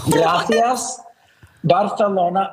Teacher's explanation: everything that's got an S sound has a TH sound to it now · Term: lisp